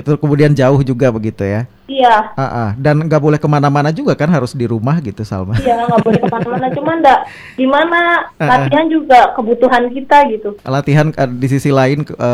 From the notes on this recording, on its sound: (by Phone)